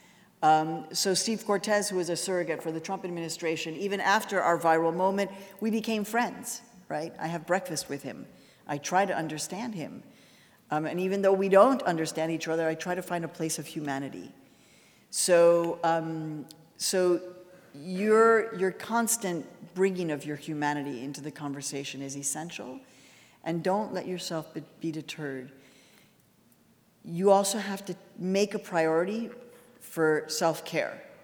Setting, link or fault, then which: setting, large echoing room